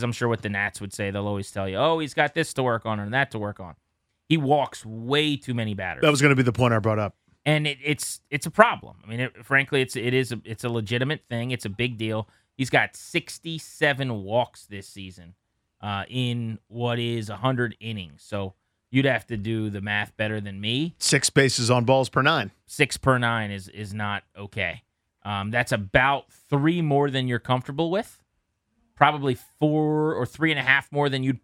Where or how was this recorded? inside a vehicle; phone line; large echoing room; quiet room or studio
quiet room or studio